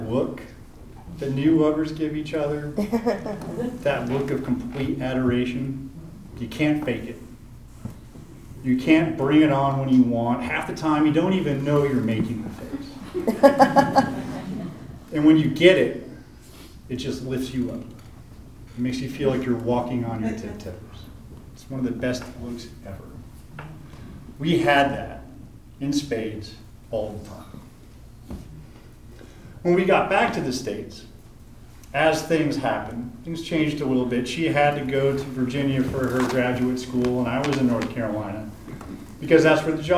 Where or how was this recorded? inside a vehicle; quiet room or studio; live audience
live audience